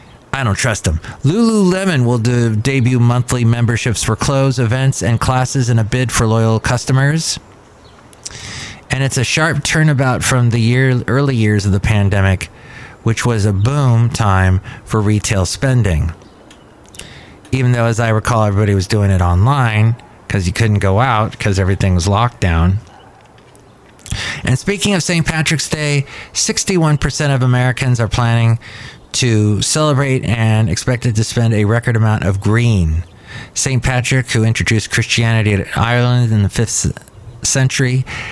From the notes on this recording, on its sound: podcasts live from Cafe Anyway